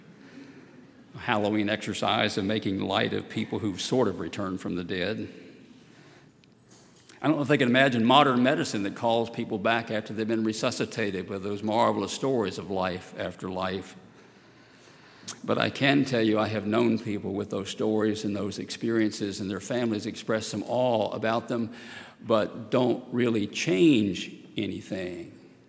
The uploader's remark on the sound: at Highland Baptist Church